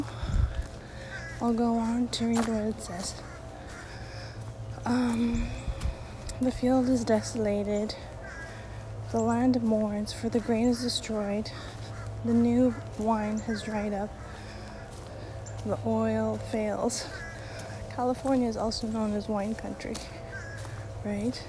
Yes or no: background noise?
yes